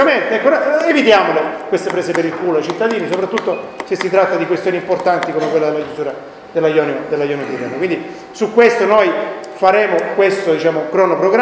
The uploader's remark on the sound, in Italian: Registrazione integrale della conferenza stampa organizzata dalla sezione PD di Cittanova.